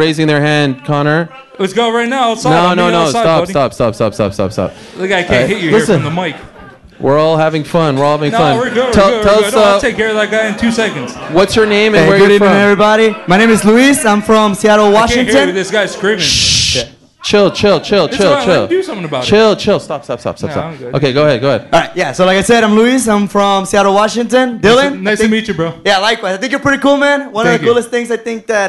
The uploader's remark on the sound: Live from New York! Takes questions from the crowd.